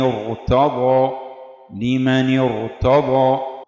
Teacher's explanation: هذه الكسرة التي سبقت الراء الساكنة هي التقاء الساكنين، كسر عارض فلا يؤثر في حالة الراء، تبقى مفخمة